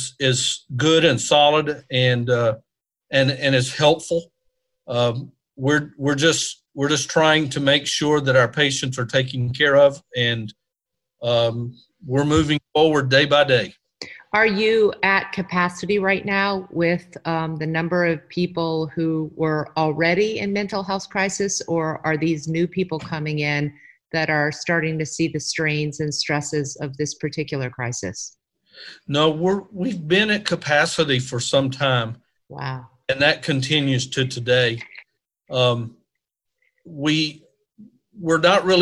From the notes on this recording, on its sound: This is the first interview Beyond Well is conducting by Zoom due to quarantine. Please be patient as we work to improve our sound!